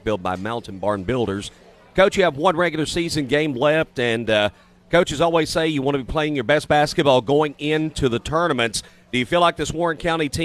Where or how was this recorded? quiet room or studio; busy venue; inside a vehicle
busy venue